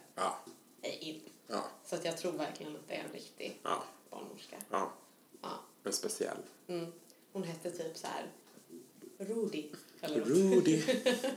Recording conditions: poor sound quality